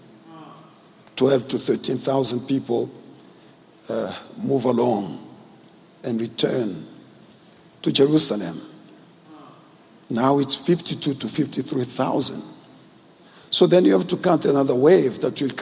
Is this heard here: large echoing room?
yes